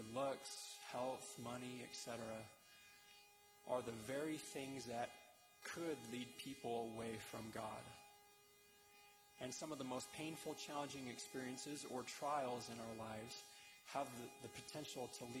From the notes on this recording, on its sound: delivered November 7, 2023, at the Conference Center Theater